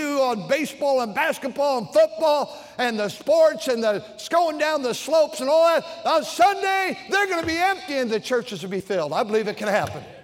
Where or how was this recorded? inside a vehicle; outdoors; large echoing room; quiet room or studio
large echoing room